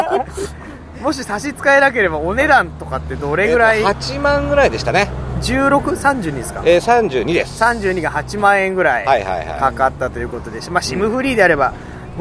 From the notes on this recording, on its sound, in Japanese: 山形屈指のオシャレスポット「ドライブスルー付きスターバックス」前のテラスからお届けします。究極のアウトドアサテライトスタジオ。目の前に止まったパトカーに怯えながらの収録です。総勢5人プラス飛び入り1名で好き放題に喋ります。